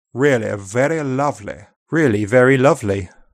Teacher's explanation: endings are a close E sound, whereas in upper RP, it's more open